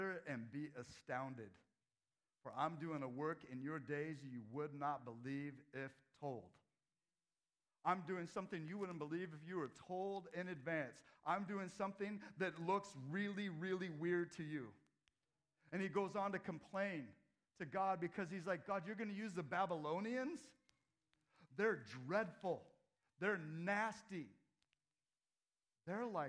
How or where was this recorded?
large echoing room